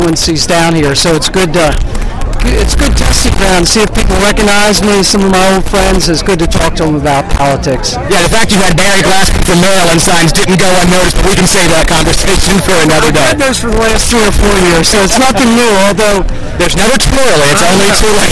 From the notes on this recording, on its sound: Red Maryland Radio Special Edition from the Tawes Clam Bake. Millar Tawes Crab and Clam Bake.